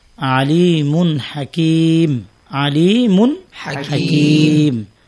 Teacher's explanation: যেমন আলিমুন হাকিম, আলিমুন হাকিম। এখানে আলিমুন তানবিনের পরে ইজহারের হরফ হা আসছে, বিধায় আমরা গুন্না সারা স্পষ্ট করে পড়তে পারি।